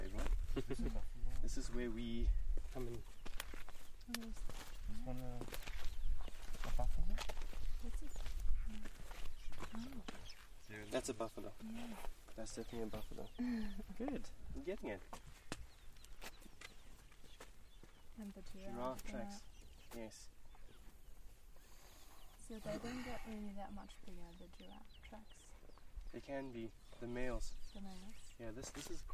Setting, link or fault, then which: setting, outdoors